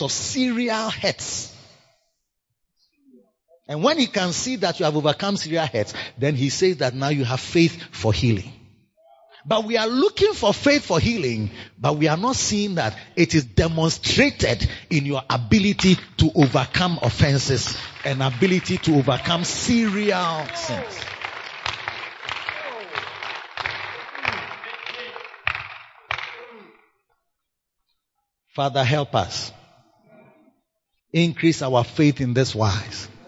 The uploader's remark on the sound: Preached at the Makarios Shepherds Impartation Service